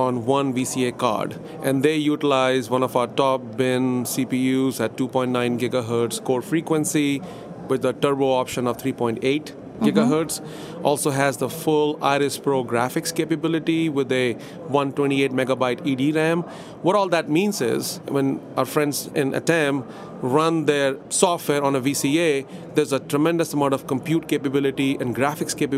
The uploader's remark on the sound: livecast from the National Association of Broadcasters conference in Las Vegas